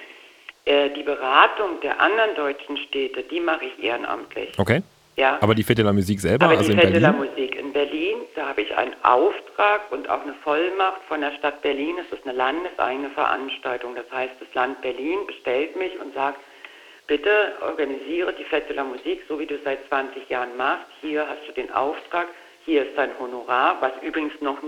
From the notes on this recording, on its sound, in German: Phoner-Interview. Von der Fete de la musique.